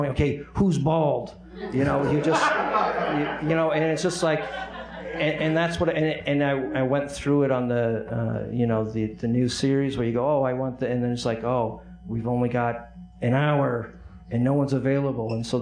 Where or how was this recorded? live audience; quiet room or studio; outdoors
live audience